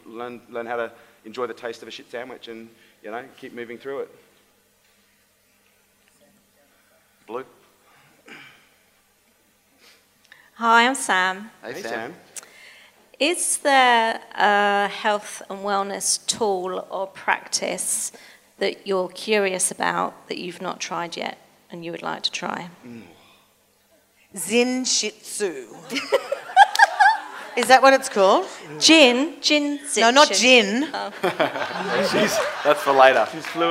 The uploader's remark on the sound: LIVE AUDIENCE